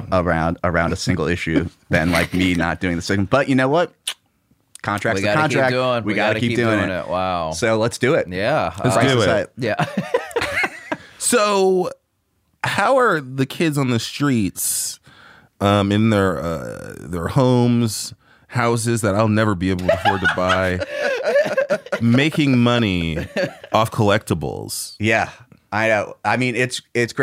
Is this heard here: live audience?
no